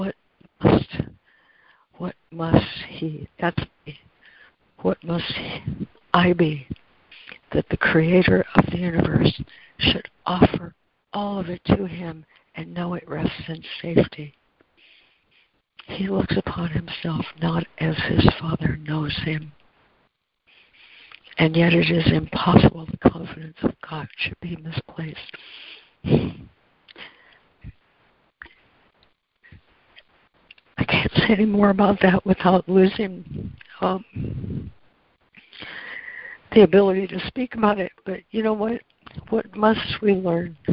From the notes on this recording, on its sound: ACIM Daily Conference Call